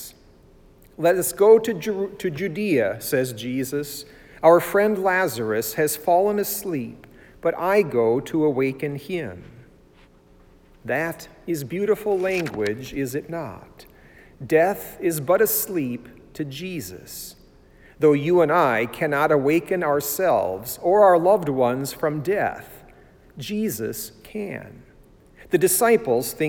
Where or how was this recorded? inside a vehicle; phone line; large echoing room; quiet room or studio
large echoing room